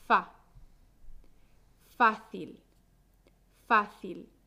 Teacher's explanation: La sílaba fuerte es fa.